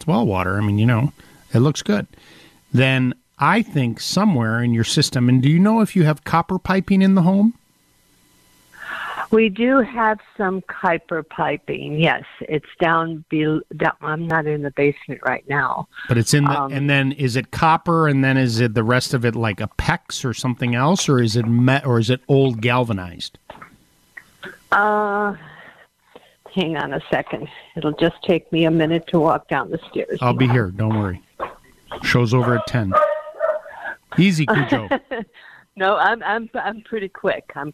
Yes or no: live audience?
no